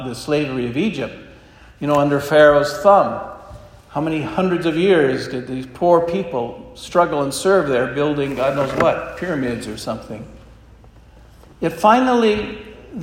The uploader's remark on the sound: This homily was preached at Our Lady of Fatima Church in Spokane, Washington.